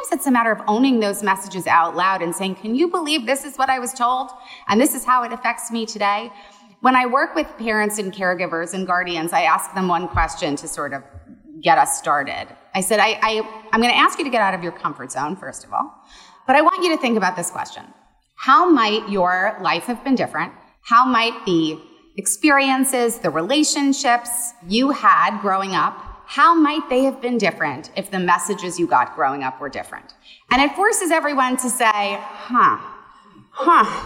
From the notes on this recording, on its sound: Live talks from the Sensing Woman 2022: A multisensory event that took place at C24 Gallery in Chelsea, New York City. Live talks from the Sensing Woman 2022: A multisensory event that took place at C24 Gallery in Chelsea, New York City.